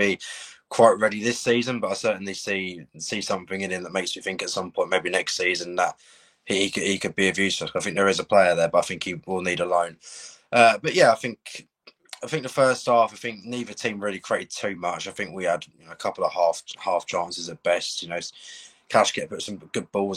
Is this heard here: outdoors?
no